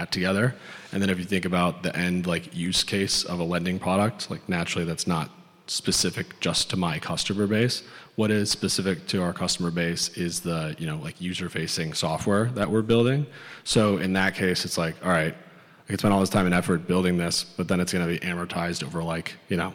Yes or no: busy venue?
yes